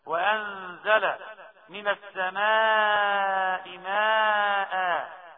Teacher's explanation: ميم من بطن الشفتين مرققة